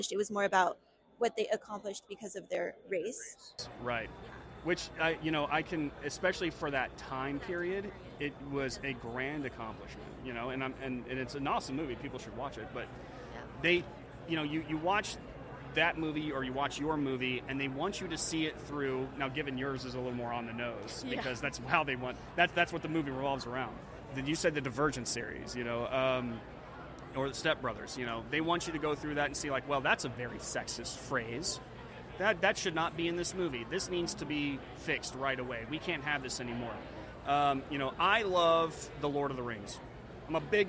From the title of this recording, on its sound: The Unity Project What’s UP? Podcast at AmFest